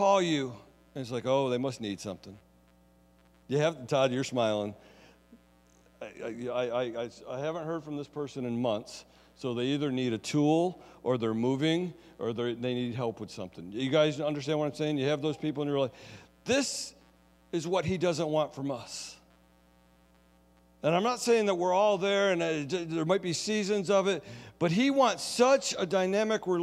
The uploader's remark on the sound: Sunday Service Recording